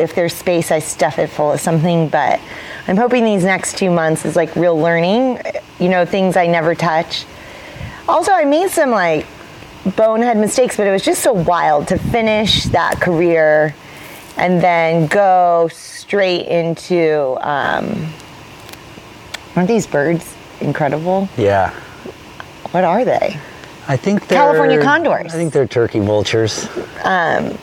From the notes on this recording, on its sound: Recorded poolside in Sacramento on our third day of travel.